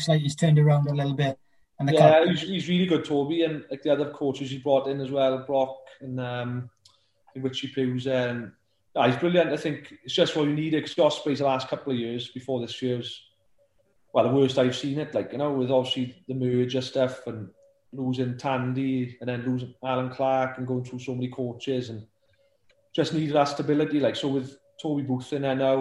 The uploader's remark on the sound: Via Zoom